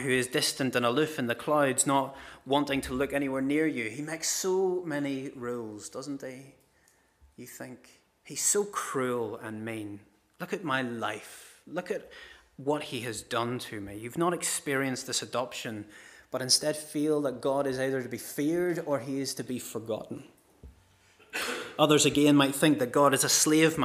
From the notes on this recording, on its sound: This is the recording of the Bible readings and sermon from our morning service.